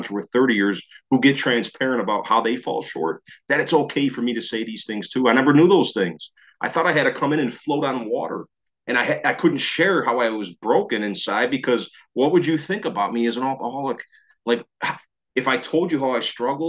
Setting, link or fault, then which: link, video call